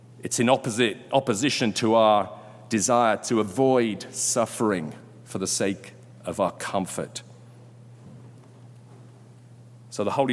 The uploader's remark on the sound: Delivered during Sunday Worship on July 24, 2022.